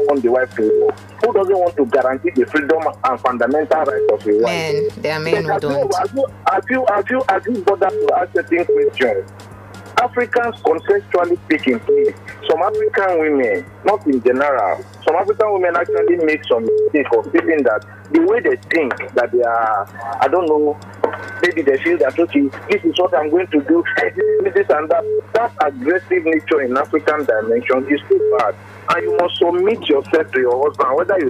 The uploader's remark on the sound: I was on a radio show called "House of Parapo" at 99.9 Kiss Fm Abuja radio. Some men called in during the show.